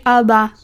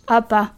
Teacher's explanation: La diferencia, por ejemplo, entre la P y la B, se pronuncian en el mismo lugar de la boca, pero la B vibra las cuerdas vocales y la P no. · Term: sonoridad